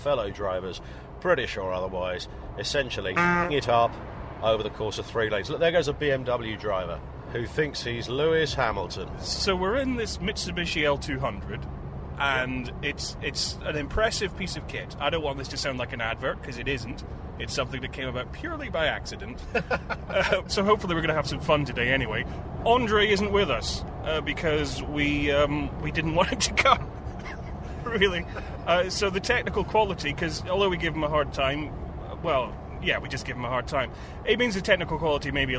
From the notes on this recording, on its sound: ROAD TRIP!! In what must be a UK first, this week's show is recorded from inside a car, as the lads venture North to go off-road driving!